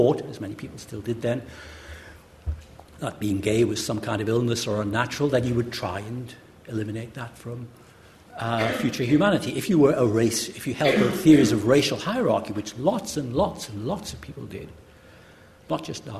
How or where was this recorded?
live audience